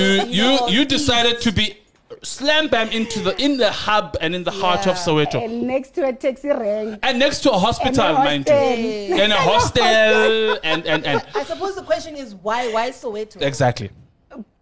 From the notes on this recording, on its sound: This episode was recorded LIVE at The G-Spot Lovestyle adult store in Soweto.